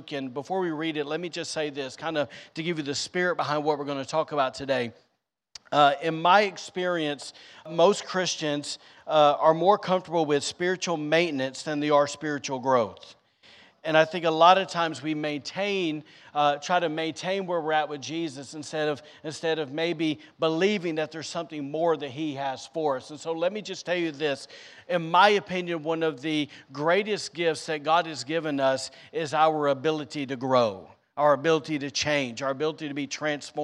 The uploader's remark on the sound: was recorded on Sunday, December 11th, 2022, during service at The Anchor Church in Rockport, Maine.